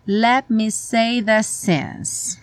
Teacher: Essa frase, as palavras são muito ligadinhas e pouco articuladas